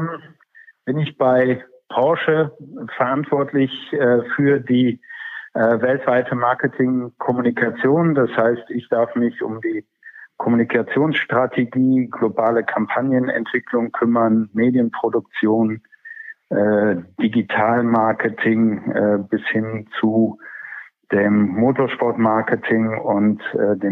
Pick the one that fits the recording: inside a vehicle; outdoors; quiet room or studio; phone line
phone line